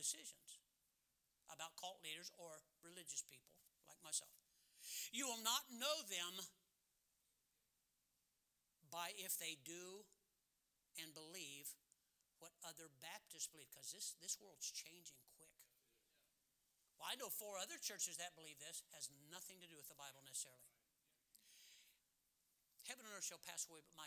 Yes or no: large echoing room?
yes